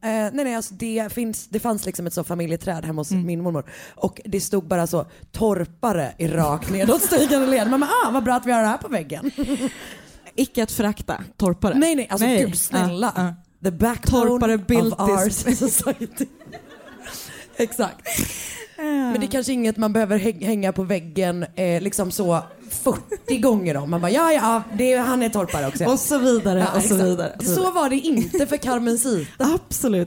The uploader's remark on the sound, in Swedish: recorded från livepodden i Malmö